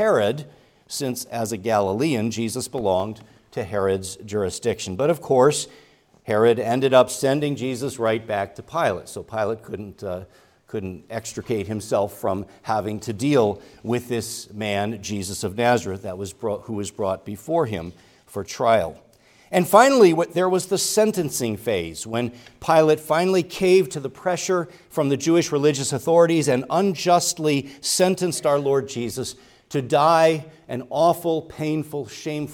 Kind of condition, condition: setting, large echoing room